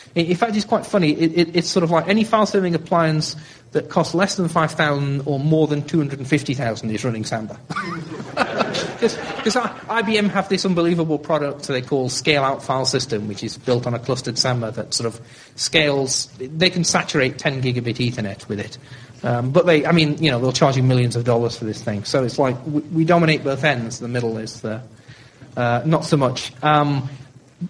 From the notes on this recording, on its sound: Libre Planet 2009 conference. The event was held at the Harvard Science Center, Cambridge, MA.